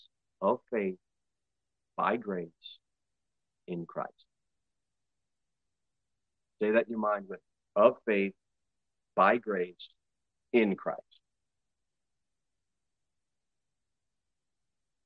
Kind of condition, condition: setting, large echoing room